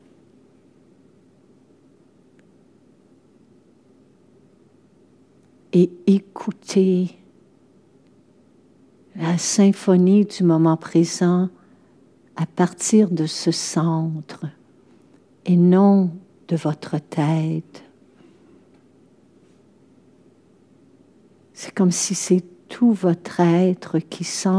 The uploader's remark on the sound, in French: Séance enregistrée le 21 octobre 2023 au Monastère des Augustines, à Québec